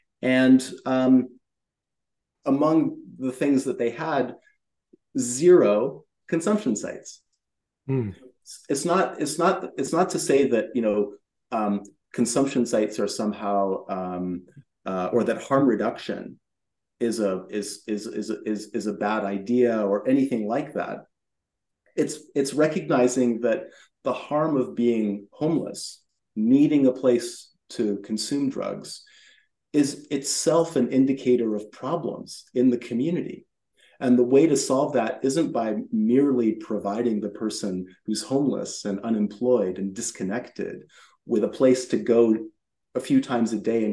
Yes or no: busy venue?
no